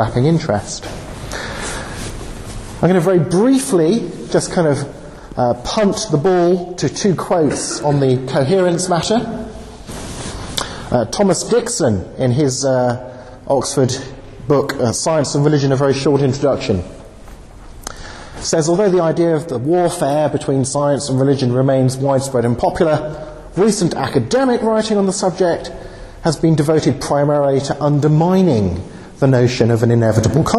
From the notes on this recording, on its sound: Talk given at the 'Christians in Science' Student Conference, London